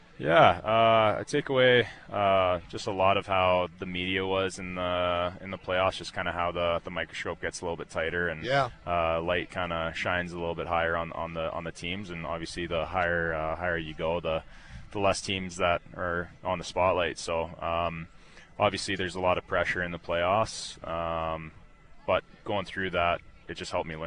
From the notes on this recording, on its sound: Live from the Shaw Charity Classic